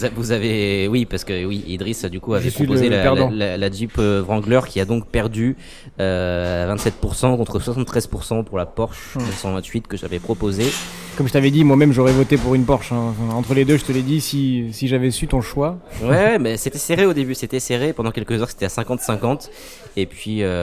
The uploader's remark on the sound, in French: Toujours enregistré chez Deep Coffee Roasters à Marseille. Autour de quatre espressos, de pâtisseries, d’un jus de fruits et d’un latte glacé.